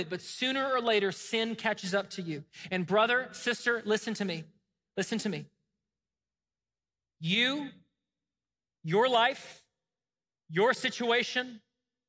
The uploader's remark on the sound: Recorded from the LifePoint Church Smyrna Campus in Smyrna, TN.